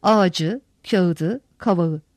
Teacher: Eklerle kullanılırken bazı kelimelerin sonlarında çeşitli ses olayları meydana gelmektedir. Ağaç, kağıt, kavak gibi kelimeler ünlüyle başlayan bir ek aldıklarında sonlarındaki ünsüz tonlulaşmaktadır.